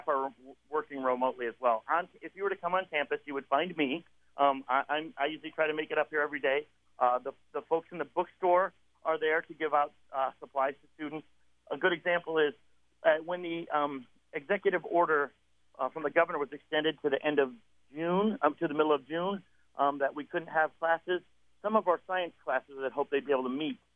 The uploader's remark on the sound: interview